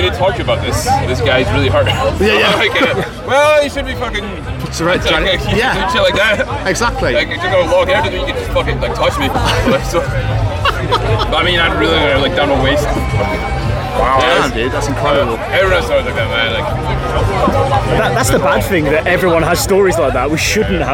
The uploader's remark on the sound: From our 'Live from Bloodstock Festival 2022' series - We sit down for a short interview.